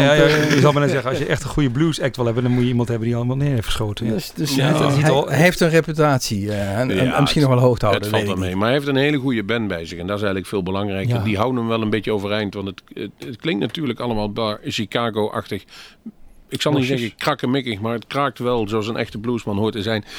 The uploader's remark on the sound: Gast in de studio. Live in Bluesmoose café.